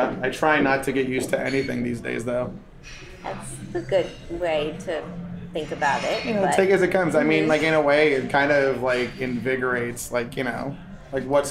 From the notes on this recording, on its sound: goes on location at Il Buco Alimentari e Vineria in Noho, NYC